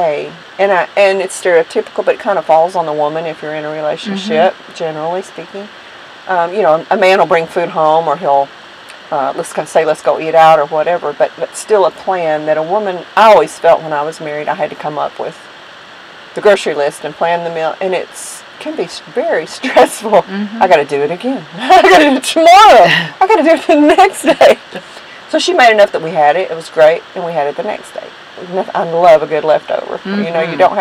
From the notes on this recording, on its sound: We are so sorry for the poor audio quality of this episode. We had an equipment meltdown and had to pull out "Old Bessie" to record. We got through it, but as the episode progressed, the humming sound grew louder and louder.